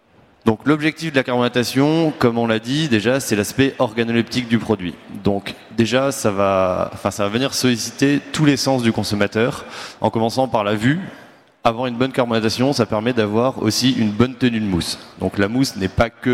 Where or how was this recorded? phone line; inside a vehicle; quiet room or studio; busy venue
busy venue